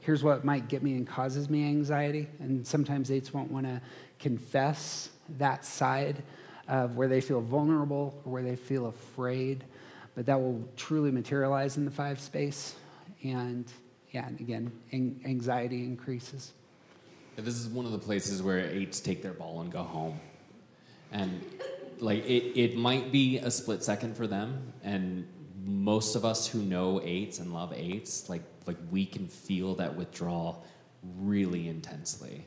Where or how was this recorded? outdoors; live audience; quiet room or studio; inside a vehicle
live audience